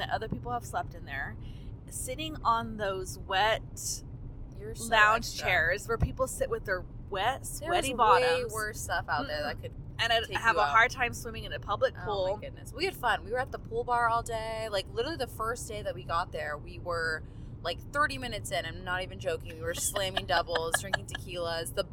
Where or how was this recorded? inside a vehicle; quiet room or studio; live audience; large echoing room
inside a vehicle